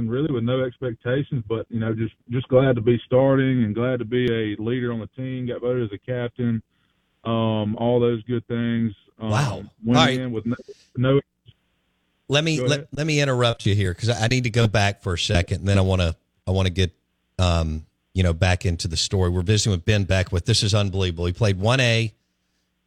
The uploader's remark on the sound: Live in the BankPlus Studio. Joins the show on Farm Bureau guest line.